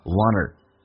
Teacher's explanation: 所以 one 跟 or 叫 oneer，用 n 进行连音